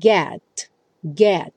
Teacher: Você até pode ter um t, t uma explosão de ar, mas sem o t, t, d, sem a vogal vindo junto. · Term: consoantes oclusivas